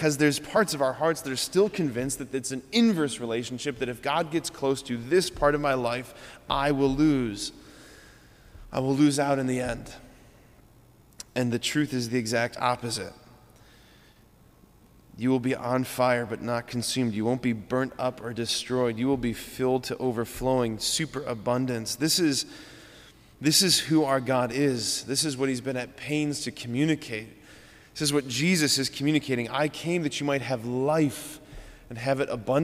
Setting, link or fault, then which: setting, large echoing room